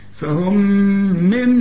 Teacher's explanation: ميم إدغام كامل بغنة، فهم كانها ميم واحدة مثقلة، فهم وبعدين نون مع ميم برضو إدغام، فهم من كأن النون غير موجودة